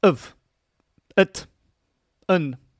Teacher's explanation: However, when you use these, or when we should say, when the native speakers use these little words in sentences, in a fast-flowing conversation, they're actually pronounced much faster. Of, at, an, like that, with the sound, which is in English called the schwa sound